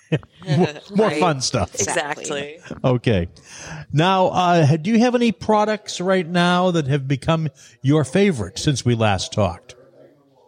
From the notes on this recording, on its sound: Live From Pepperell! We're live from Pepperell, Tree House Craft Cannabis' second location!